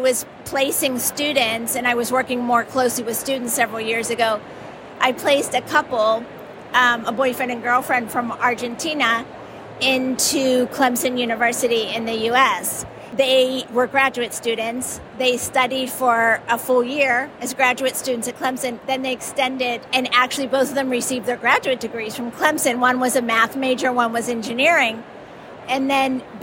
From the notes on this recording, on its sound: speaks with attendees at the European Association for International Education (EAIE) annual conference in Barcelona!